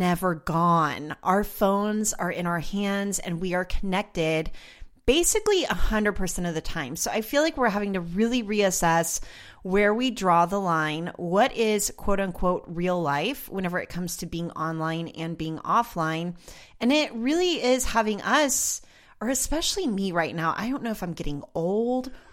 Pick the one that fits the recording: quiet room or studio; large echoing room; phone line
quiet room or studio